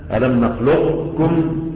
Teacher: ألم نخلقكم، وانتم عارفين انه هذه الكلمة بالذات فيها خلاف بين القراء، ما القراء، خلاف بين اهل الاداء، هل تدغم ادغاما كاملا حيث تذهب صفة القاف معها، ولا ادغاما ناقصا بحيث تذهب القاف وتبقى صفتها وهي الايه؟ الاستعلاء · Term: ادغام ناقص